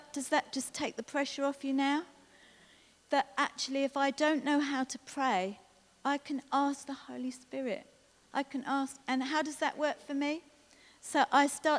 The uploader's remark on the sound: This was recorded at Skylark Church on 22nd September 2019.